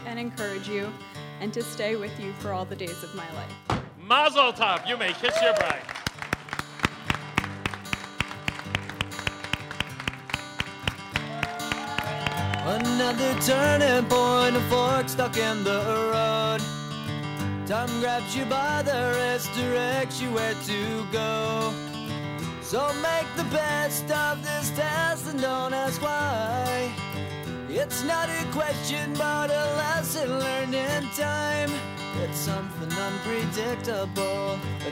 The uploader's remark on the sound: I recorded their wedding vows and then interspersed them with the song they'd chosen for their finale. I played this at the end of their wedding reception.